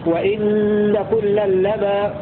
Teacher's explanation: قرأ أبو عمرو الكسائي بتشديد النون وتخفيف الميم وإن كلا لما